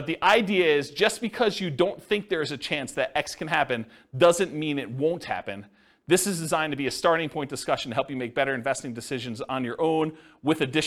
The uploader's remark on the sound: This was a live class recorded